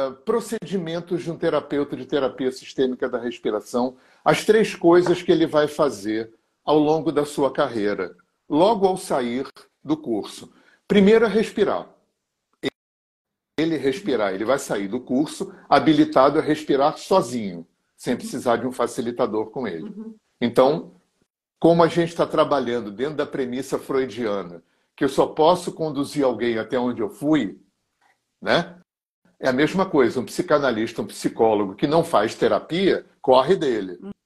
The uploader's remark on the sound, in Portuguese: (Brusque,SC).